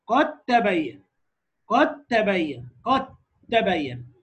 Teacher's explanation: مفيش دال خلاص، راحت أدغمت، ودايماً الشدة دي بتدللك إن في إدغام.